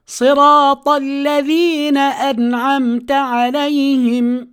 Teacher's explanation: فالطاء هي أقوى حروف العربية لجمعها لصفات القوة، جمعت صفات القوة فيها، فلا بد من الإتيان بالطاء طاء لا تاء مفخمة